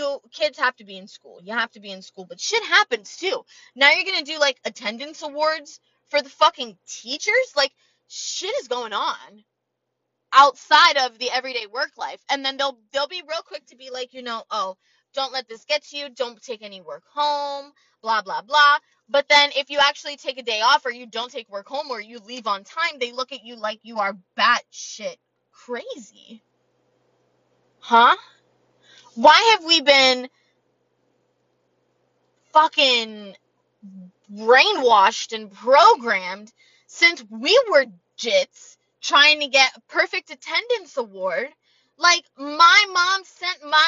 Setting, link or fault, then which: setting, inside a vehicle